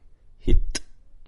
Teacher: final T, a word like hit, might just have that little ejective release on the end of it